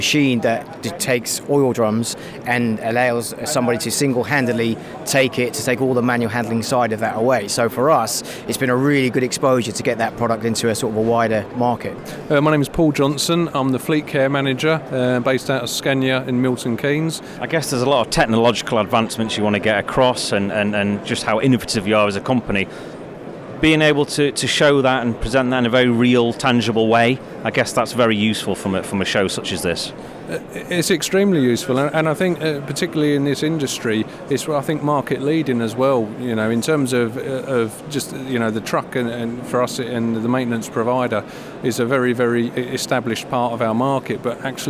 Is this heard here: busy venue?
yes